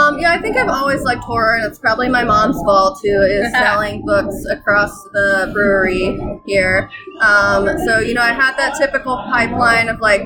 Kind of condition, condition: setting, busy venue